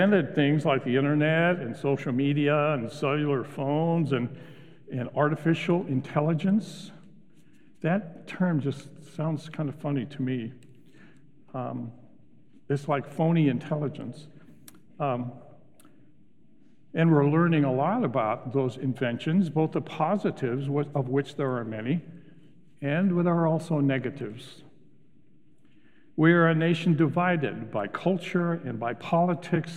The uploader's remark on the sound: Recorded live at Beatitudes Church in Phoenix, AZ.